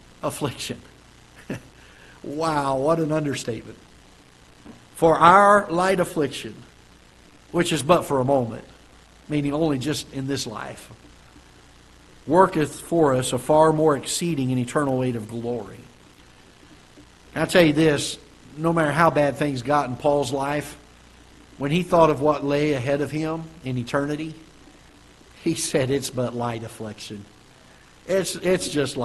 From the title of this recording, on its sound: Ketha Heights Baptist Church ~ Live Broadcast